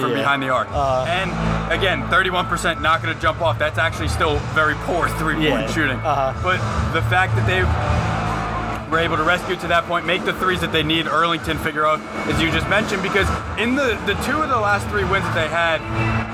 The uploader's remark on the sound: live from MSG